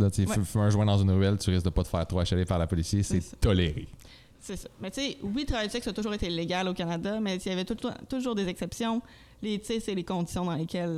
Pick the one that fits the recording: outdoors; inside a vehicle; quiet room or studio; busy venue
busy venue